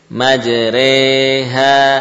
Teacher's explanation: Membuat suara atau membaca fathah condong ke arah kasrah. Ra, ri. Di antara ra dan ri ada ri. · Term: imalah